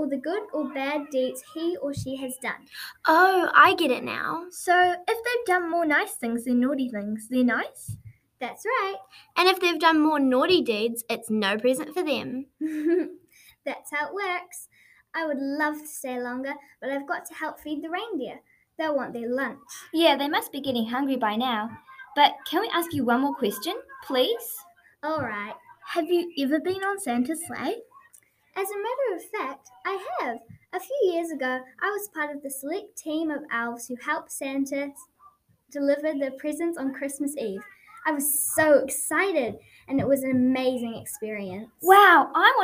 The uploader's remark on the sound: Sorry about the laughter in the background, it was the elves having a snowball fight!